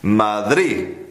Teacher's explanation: it would be normal for a Spanish person to say Madrid, and this D disappears, it's not pronounced